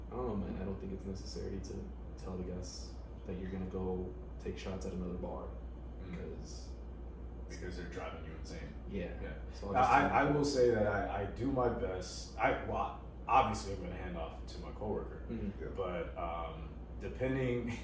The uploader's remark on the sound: There was a glitch with OBS (the audio software) and we had to use the backup audio for this episode.......again(we are going to switch software going forward).